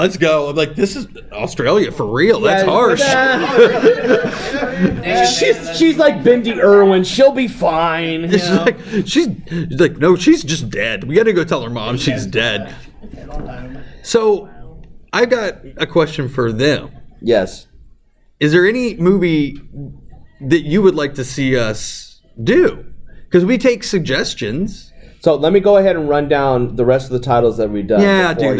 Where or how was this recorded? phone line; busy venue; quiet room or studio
busy venue